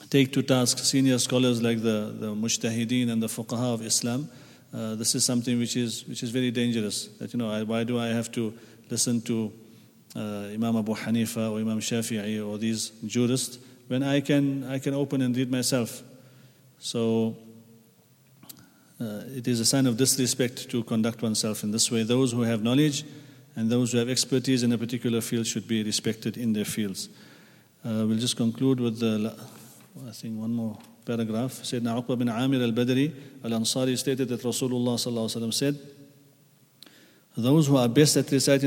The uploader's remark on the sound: at the Houghton Masjid (West Street)